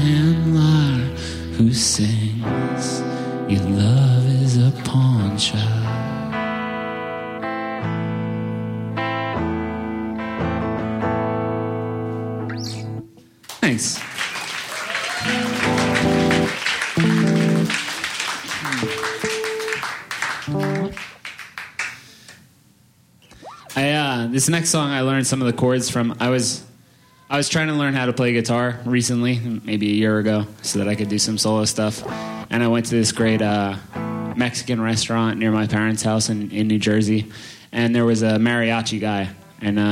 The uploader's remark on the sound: Live at Union Hall. Recorded at Union Hall, Brooklyn, NY.